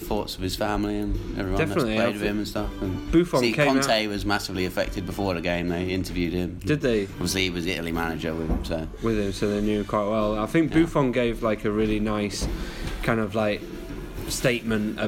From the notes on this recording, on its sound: We have to move pubs half way through recording... Mainly due to the pub closing for a function but also due to the noise around us. We had to edit out a whole section due to one man eating a packet of crisps!